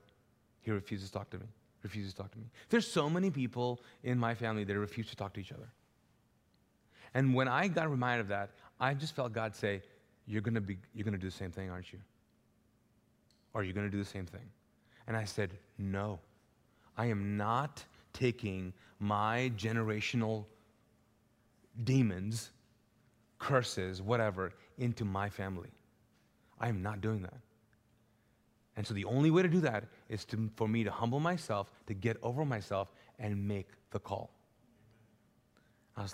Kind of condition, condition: setting, large echoing room